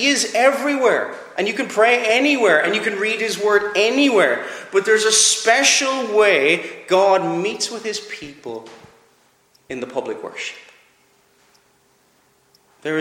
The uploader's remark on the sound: Preached at Clare Reformed Presbyterian Church